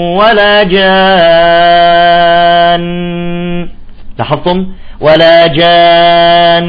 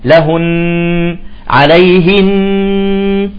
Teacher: أيضا مسألة هامة، إذا وقفنا على النون المشددة، النون المشددة يجب أن تعطيها الغنة الزائدة